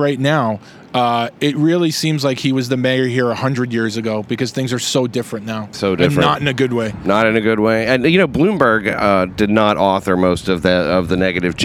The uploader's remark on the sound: RECORDED ON LOCATION OUTSIDE LINCOLN CENTER.